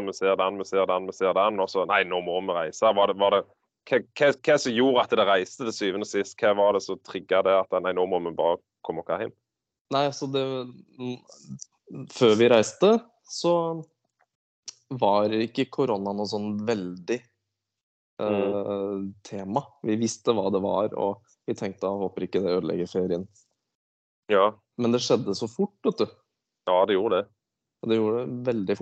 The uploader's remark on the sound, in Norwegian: Innspilt via Skype.